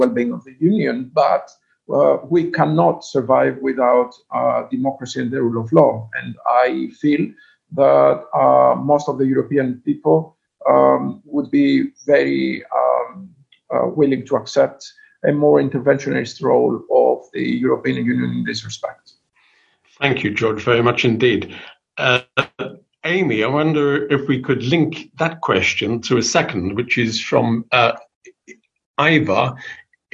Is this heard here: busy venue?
no